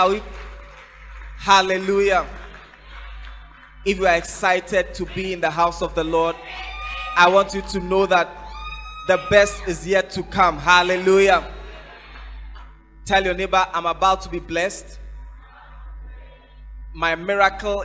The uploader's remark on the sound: Preached At The Fountain Of Life Cathedral